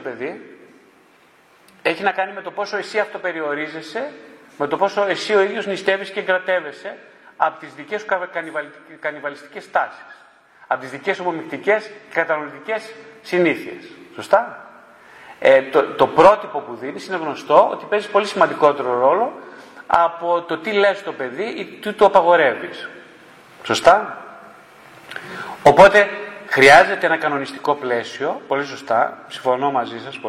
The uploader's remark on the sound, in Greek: Ερωτήσεις και απαντήσεις μετά από ομιλία